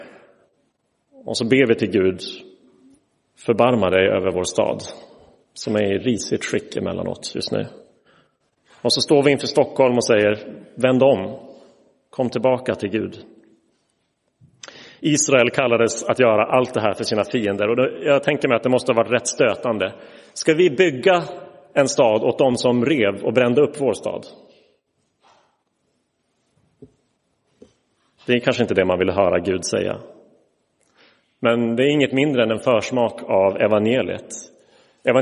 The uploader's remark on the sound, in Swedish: Inspelad i Roseniuskyrkan den 29 oktober 2023.